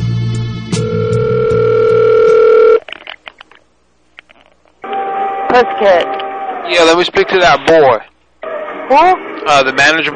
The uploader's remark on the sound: Prank Phone Calls Collection